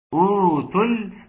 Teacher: أوتل مد طبيعي، مد مقدار حركتين